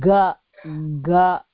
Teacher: The vocal cords are vibrating for ga while not for ka.